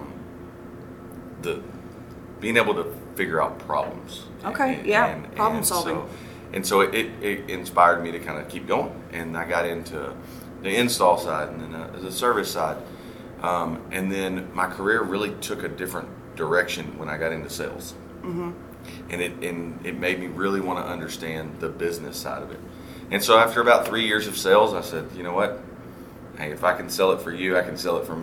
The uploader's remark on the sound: We are live from Service Nation's International Roundtable in Nashville, TN.